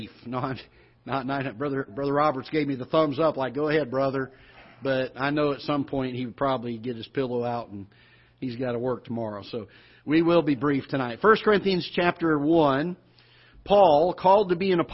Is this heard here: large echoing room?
yes